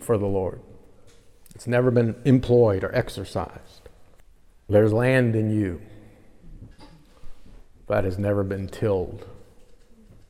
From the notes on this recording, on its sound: Preaches an aspect of the gospel of the kingdom in a live conference.